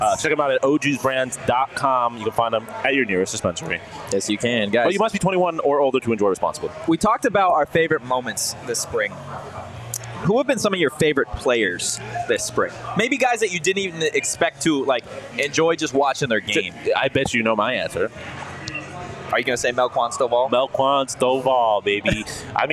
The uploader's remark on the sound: Spring Game Special Live from Illegal Pete's. Live from Illegal Pete's in Tempe.